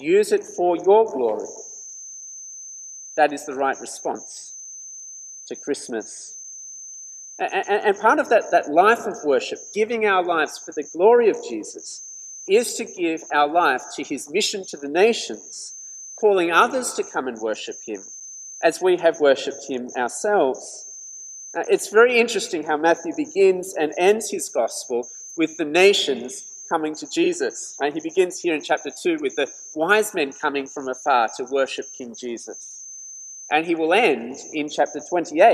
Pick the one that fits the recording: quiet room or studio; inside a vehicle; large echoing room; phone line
large echoing room